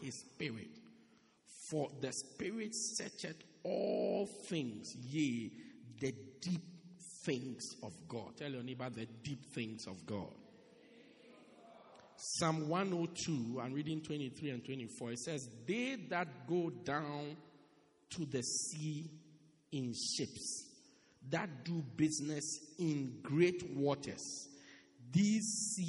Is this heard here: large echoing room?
yes